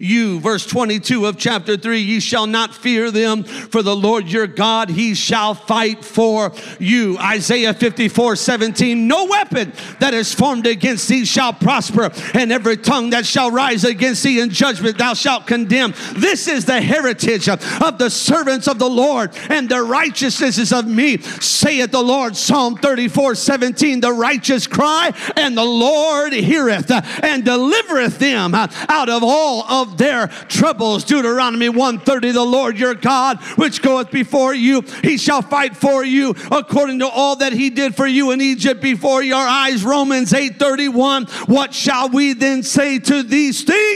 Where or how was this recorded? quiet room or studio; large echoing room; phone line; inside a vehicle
large echoing room